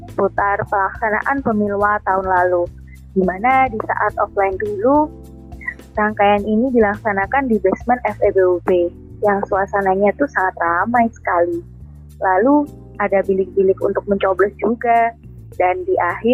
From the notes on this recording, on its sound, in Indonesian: hanya bisa melambai via zoom meeting